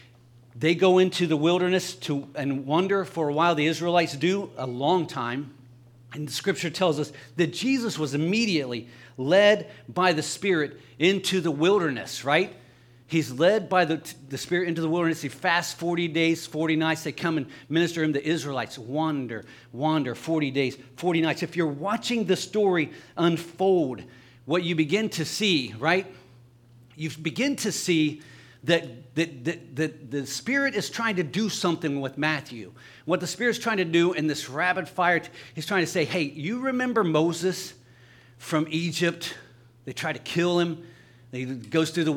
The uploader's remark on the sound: LIVE Services at Sunshine